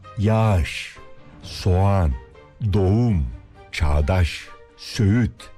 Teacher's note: yumuşak G'yi söylemeyip ondan önceki ünlüyü bir değer uzatıyoruz